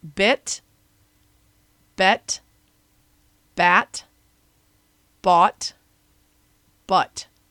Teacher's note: the vowel sound moves from the front to the back of your mouth with each word